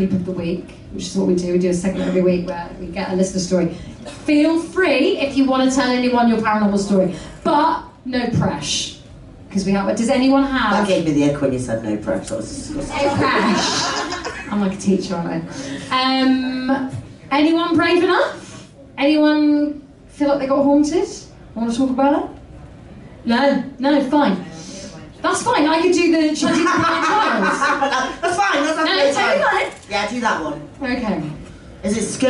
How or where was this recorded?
live audience